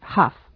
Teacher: se pronuncia sin la L